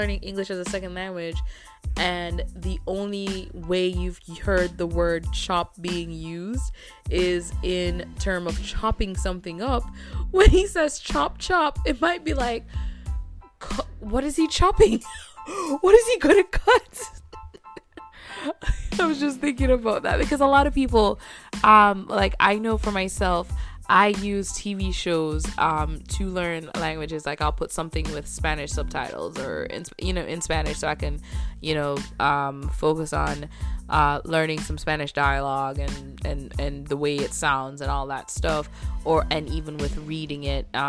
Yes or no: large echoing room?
no